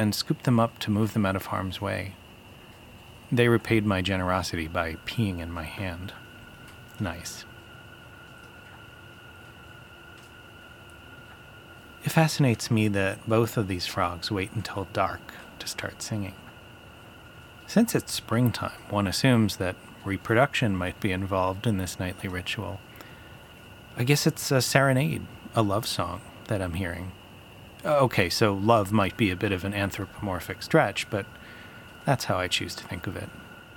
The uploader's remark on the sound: I listen to the Spring sounds of frogs